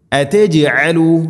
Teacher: അതജ്അലു, ജീമിനെ ഖൽഖല ചെയ്യണം